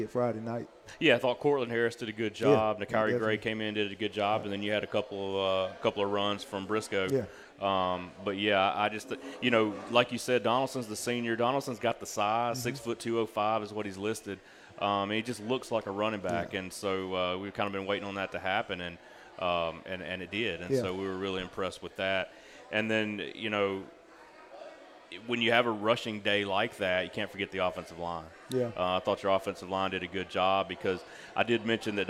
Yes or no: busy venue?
yes